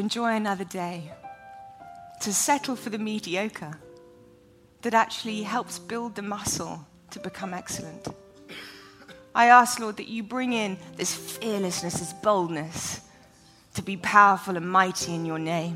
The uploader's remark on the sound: Taped live in front of a student audience at the Bethel campus in Redding, CA.